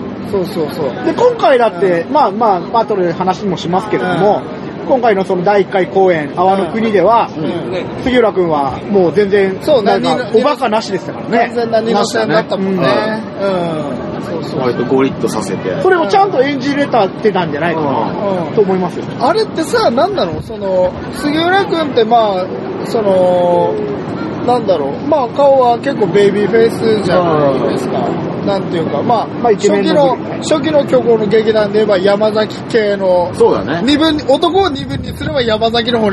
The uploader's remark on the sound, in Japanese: 今回屋外収録のため、風音がうるさい部分があります。